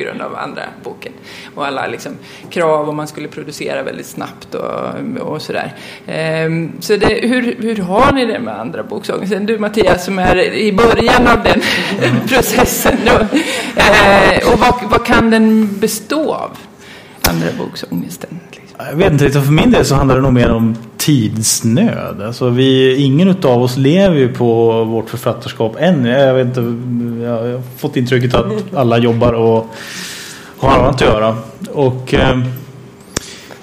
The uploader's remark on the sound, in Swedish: Panel på Swecon 2015 – Confuse i Linköping.